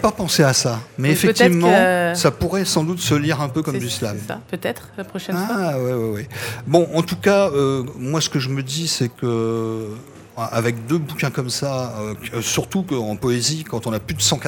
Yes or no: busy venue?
yes